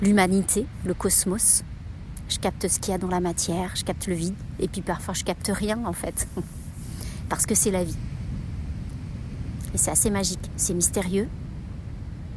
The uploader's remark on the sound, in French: enregistré sur une plage avec le bruit des vagues en fond sonore